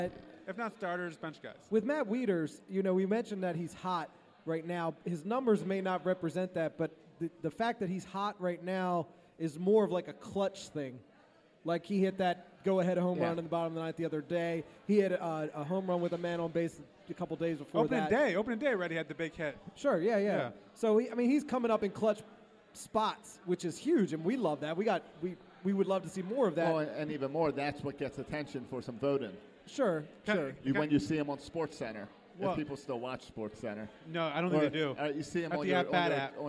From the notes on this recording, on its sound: Today on the show we record live from Buffalo Wild Wings in Annapolis.